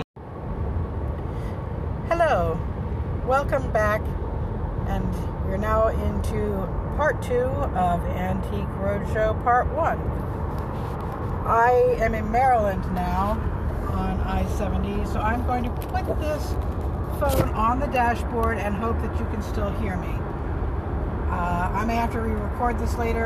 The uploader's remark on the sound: talks to herself in the car